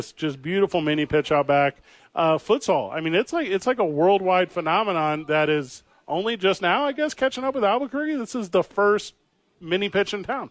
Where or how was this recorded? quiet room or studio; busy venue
busy venue